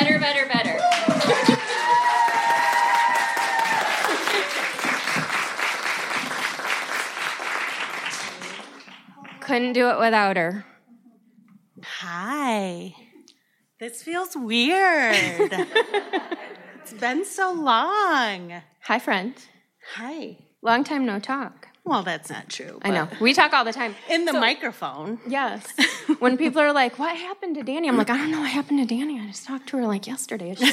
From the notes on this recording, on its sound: We celebrated with a live show at The Robin Theatre.